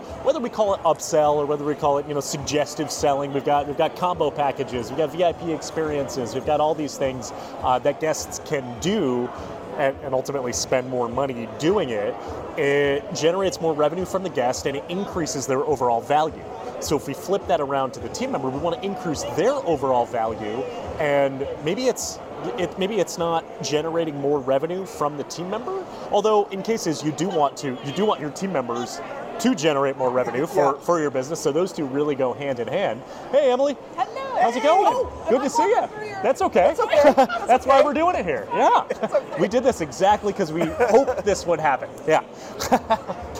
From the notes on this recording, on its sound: they recorded their findings in person at the Florida Attractions Association annual conference in the middle of the networking center